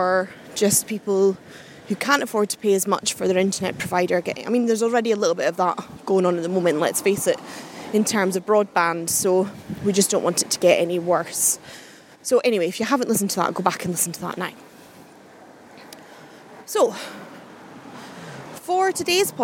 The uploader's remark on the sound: Doubling up on the podcasting today with a bit of a walk and talk!